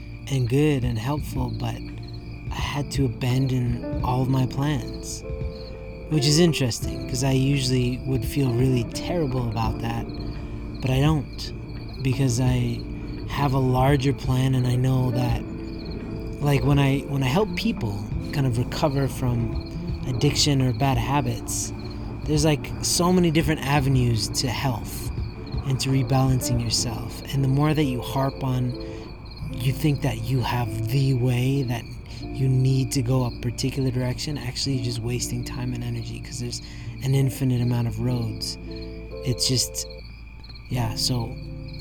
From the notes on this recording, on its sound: Tonight's recording is laden with the same crickets in the background as when I started my other podcast.